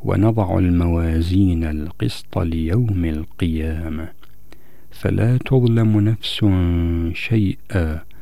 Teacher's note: هنا أعطينا للإخفاء الذي وقع للتنوين بسبب الشين زمنا بمقدار حركتين. من خلال هذا الزمن يتوضح عندنا الإخفاء للنون الساكنة أو للتنوين، لأن في الإخفاء يوجد إشمام بالإضافة إلى بقاء صفة الغنة.